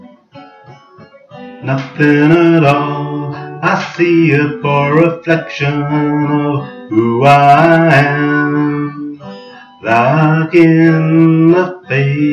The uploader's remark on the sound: Laptop demo. Whilst stuck at home with chronic back ache and recorded straight onto the laptop through the pinhole mic.